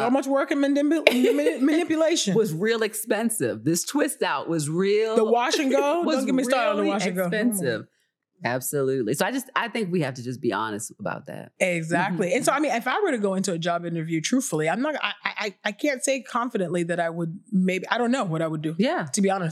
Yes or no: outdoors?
no